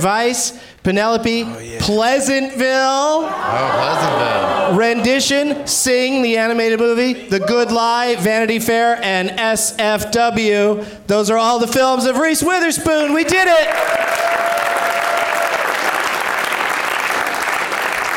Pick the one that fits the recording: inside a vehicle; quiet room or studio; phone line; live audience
live audience